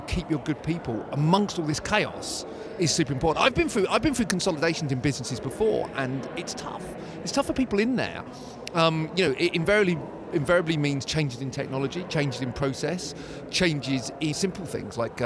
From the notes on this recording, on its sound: We hear more live interviews from the recent International Accounting Forum and Awards 2022 which took place in London recently. AIBN were the official knowledge and broadcast partners of the event. Enjoy the live buzz of the event!